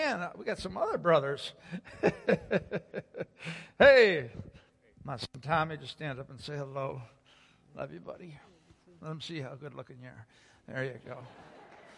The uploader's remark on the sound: Sunday Worship Service - Audio